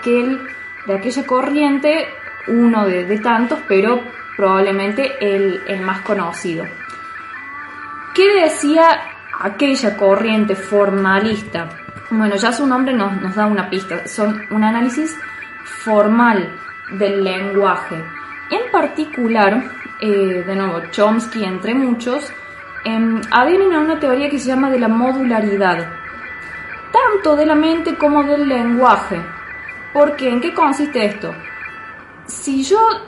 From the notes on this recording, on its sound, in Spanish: Tranca las motos de ruido de fondo también.